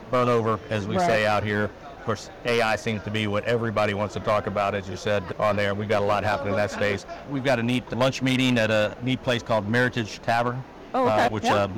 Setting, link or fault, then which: setting, busy venue